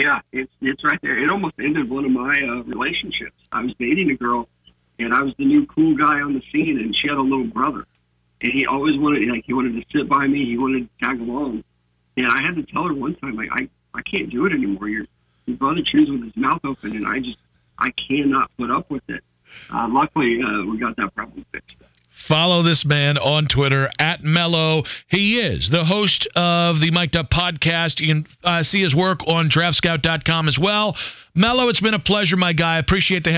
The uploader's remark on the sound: Legendary station callers, call